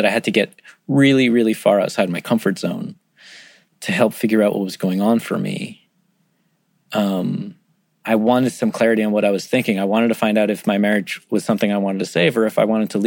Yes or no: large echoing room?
no